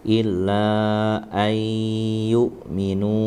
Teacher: Jadi ditahan dulu. Illa ayyuminu didengungkan dulu, jangan langsung. · Term: idgham bigunnah